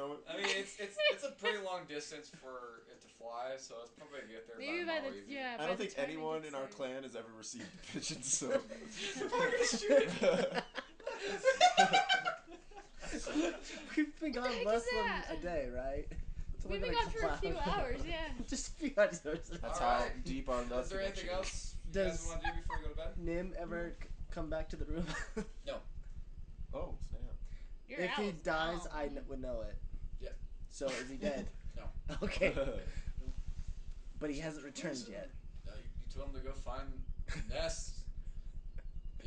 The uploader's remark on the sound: The one with poor audio